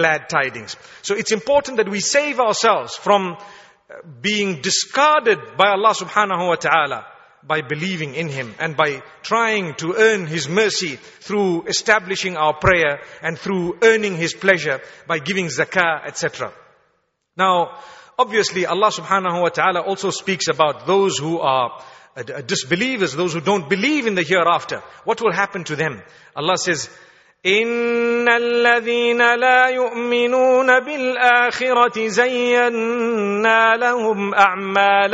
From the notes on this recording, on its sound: Taraweeh Lecture at Masjidul Quds Gatesville Cape Town